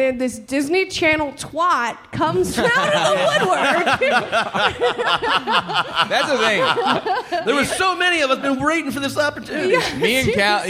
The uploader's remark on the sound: This live talk show was recorded in front of a human audience on July 17, 2022 at Go Bananas Comedy Club in Cincinnati, OH.